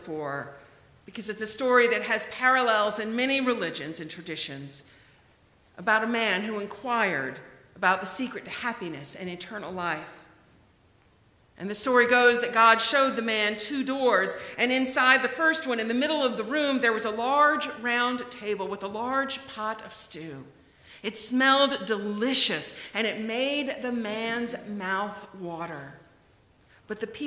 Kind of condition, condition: setting, large echoing room